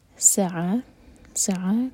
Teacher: سعا دو syllable والا ورڈ، تو سین پر زور دیں گے